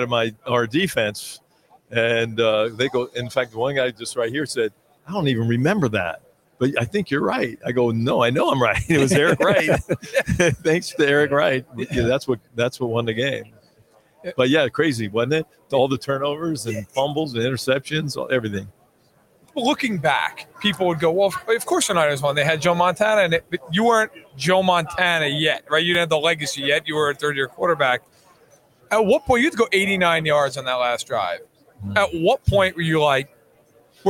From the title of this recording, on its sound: Live from Super Bowl LVII - Day 3